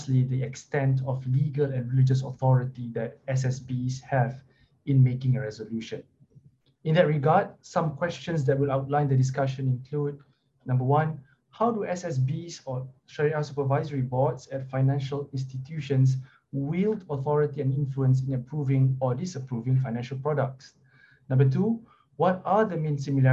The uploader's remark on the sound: This public talk was conducted online via Zoom.